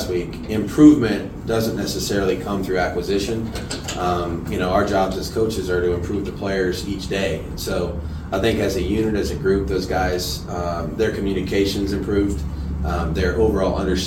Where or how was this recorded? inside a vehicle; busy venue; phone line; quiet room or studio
busy venue